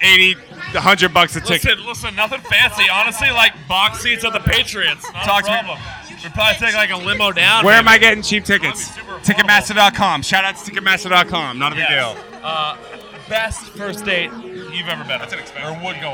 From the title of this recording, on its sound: Live From The Greatest Bar